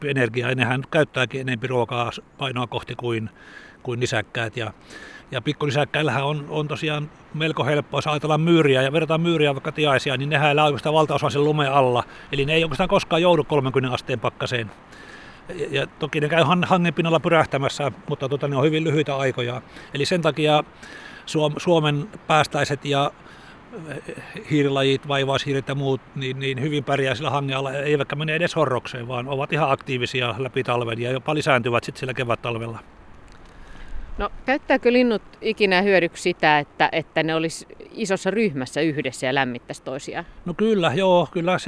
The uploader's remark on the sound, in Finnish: talvisella linturetkellä